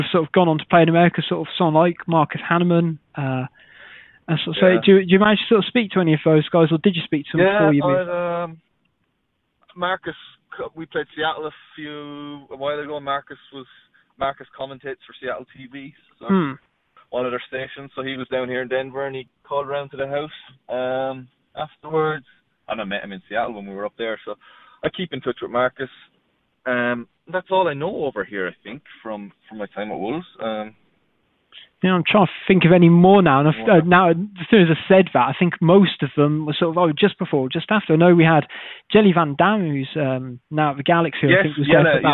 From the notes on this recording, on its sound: over the phone on his way to training